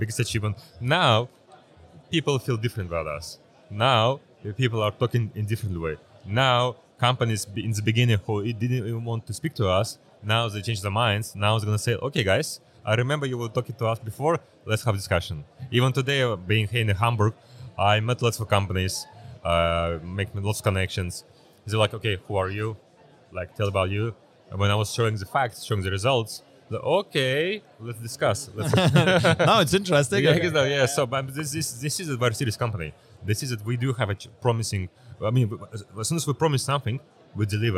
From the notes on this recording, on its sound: at Blockchance in Hamburg and record this episode for you!